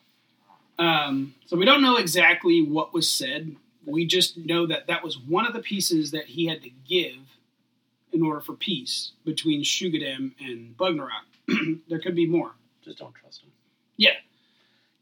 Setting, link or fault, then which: fault, poor sound quality